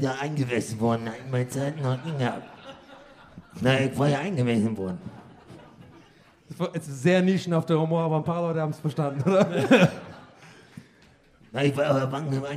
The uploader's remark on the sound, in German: Aufgenommen LIVE in Dresden am 30.09.2021